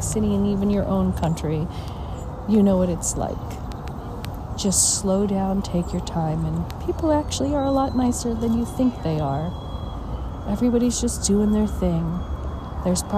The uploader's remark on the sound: On Location Walk and Talk. Mindfulness Tour: Bryant Park in the NYC, New York, USA. Listen to the birds, feel the sun over the building tops, and people watch during the different seasons.